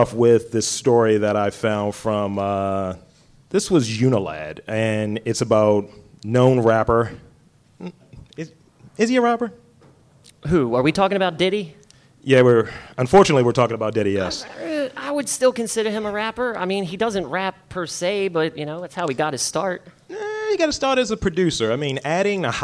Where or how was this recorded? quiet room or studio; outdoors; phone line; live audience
live audience